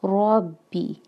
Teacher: را کو ہیوی ادا کریں گے کیونکہ را کے اوپر فتحہ ہے